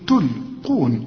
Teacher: أنا عاوزك تقولي تلقون، القاف هي مفخمة